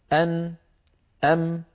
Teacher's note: هذان الحرفان فيهما صوت الغنة من الخيشوم، وهو التجويف الأنفي خلف الأنف.